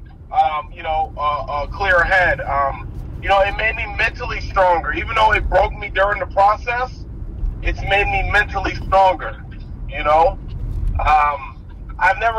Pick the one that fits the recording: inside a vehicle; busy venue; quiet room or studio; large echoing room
inside a vehicle